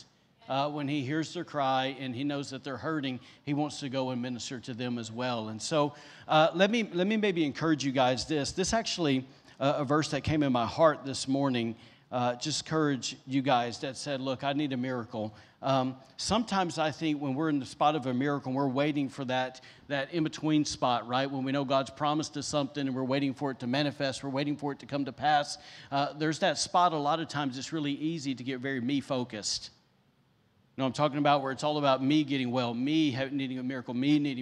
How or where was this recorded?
large echoing room